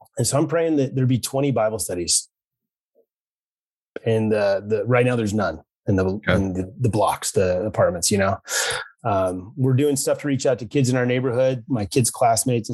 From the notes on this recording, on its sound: Check in over Zoom.